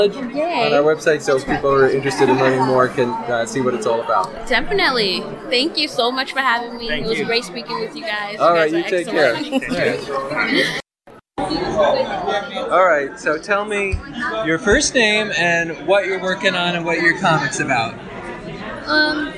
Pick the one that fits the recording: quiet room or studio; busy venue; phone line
busy venue